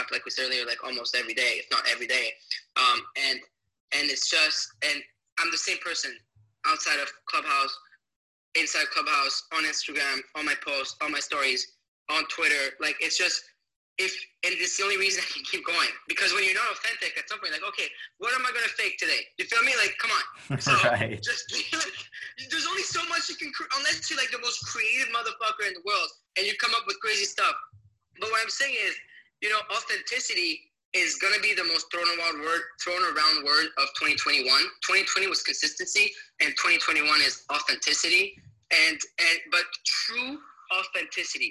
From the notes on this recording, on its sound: Recorded Live On Clubhouse!